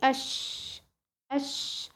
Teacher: فيه تفشي، انتشار هواء في الفم، الانتشار الهواء اللي في الفم ده بيجري لحد قدام ناحية مخرج الايه الراء، يعني بيطلع على طرف اللسان بس ما بيطلعش بره الفم، بيكون داخل الفم بس بيجري هذا الهواء الى قدام، فخلاص كده كأنها الشين امتدت بصوتها للأمام.